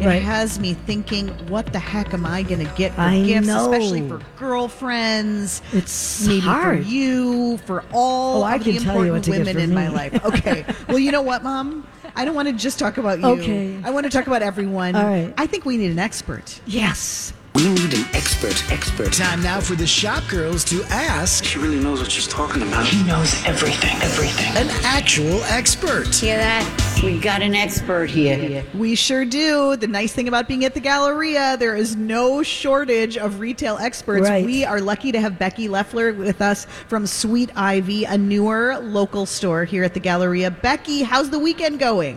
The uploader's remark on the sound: Live form the Galleria for Santa Stop #1!